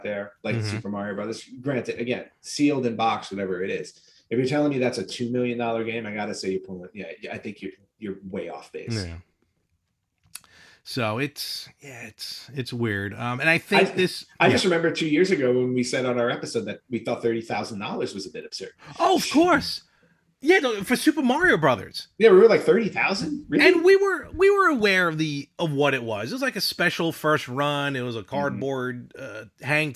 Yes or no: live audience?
no